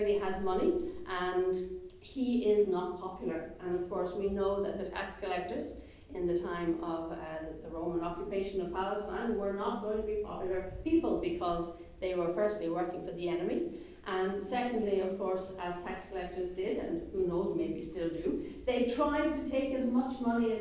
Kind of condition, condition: setting, large echoing room